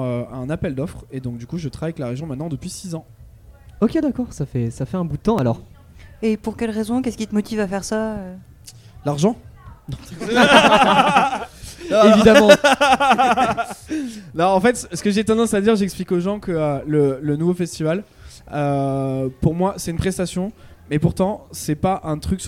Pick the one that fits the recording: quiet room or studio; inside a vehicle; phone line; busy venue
busy venue